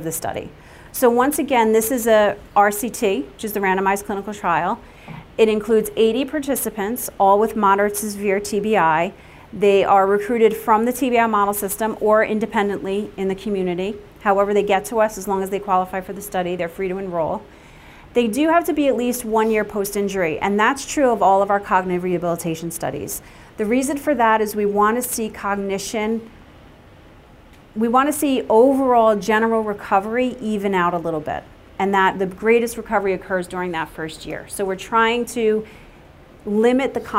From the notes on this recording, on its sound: Welcome to the 2019 Brain Injury Conference. At the Kessler Institute for Rehabilitation, Chester Campus, Chester, New Jersey.